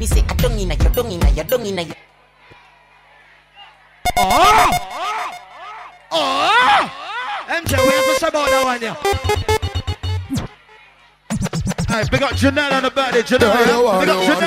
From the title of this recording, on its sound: LIVE At Skys The Limit (03 January 2015)